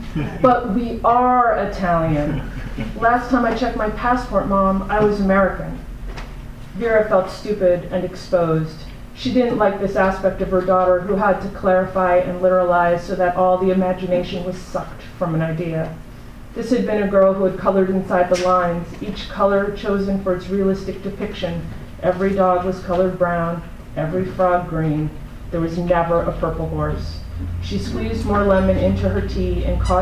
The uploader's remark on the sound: THIS EVENT WAS RECORDED LIVE AT SKYLIGHT BOOKS NOVEMBER 20, 2010.